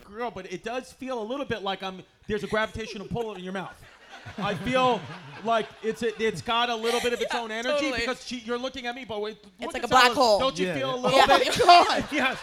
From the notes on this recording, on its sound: LIVE at SoulJoel's Comedy Club in Royersford,PA!